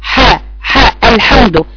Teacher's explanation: وكذلك الحاء حاء حاء الحمد حس بيخرج مع الهواء · Term: الهمس